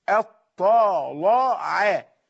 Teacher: انتبه إلى تفخيم الطاء واللام وعدم جريان هذا الحكم على الحرف الذي بعدها، لابد أن ترقق العين